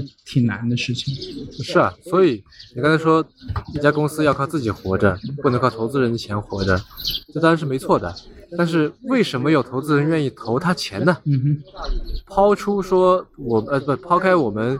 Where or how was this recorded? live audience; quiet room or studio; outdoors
outdoors